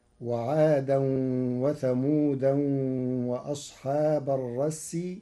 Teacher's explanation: قرأ ورش كلمة وثمود بتنوينها منصوبة فتصير وعادا وثمود وأصحاب الرس على إرادة الحي.